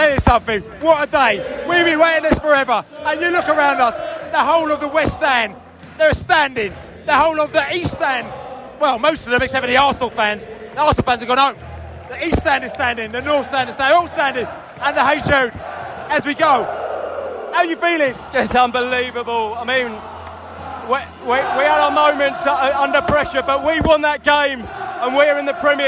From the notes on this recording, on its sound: We spoke to fans in the stadium straight after the game and in the pub way way into the night